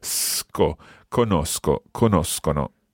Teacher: it's a hard K sound, so the S and the K sound together, sco, conosco, conoscono.